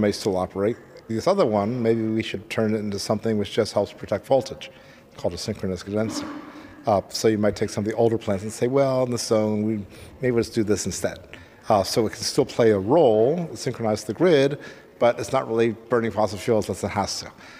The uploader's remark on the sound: at the Hawaii Energy Conference